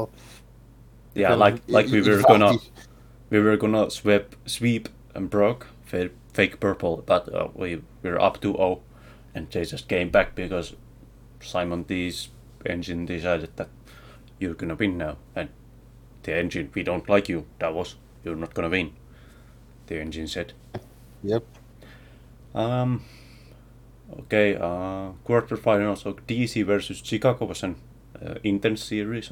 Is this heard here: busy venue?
no